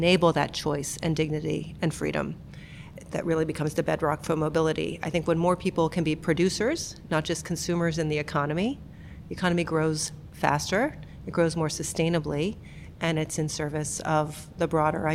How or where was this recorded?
busy venue